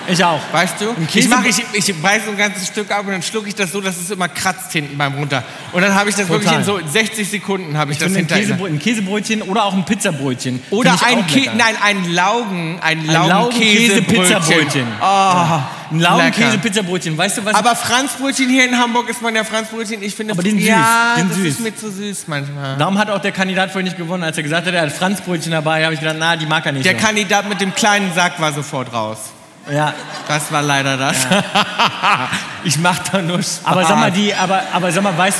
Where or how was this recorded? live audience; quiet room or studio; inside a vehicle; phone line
live audience